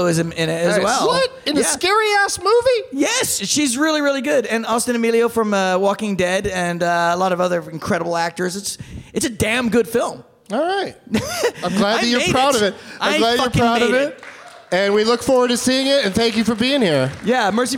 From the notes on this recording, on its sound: Live from the Stateside Theatre in Austin as part of SXSW